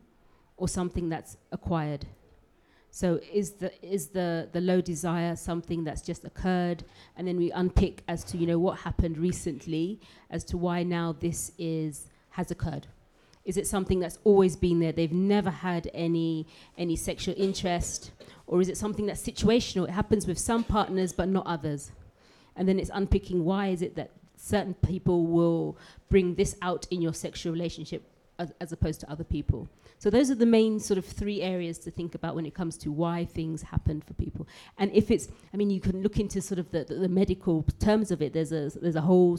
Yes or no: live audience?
yes